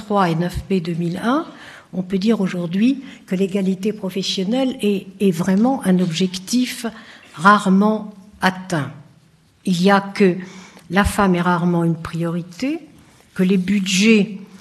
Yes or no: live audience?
yes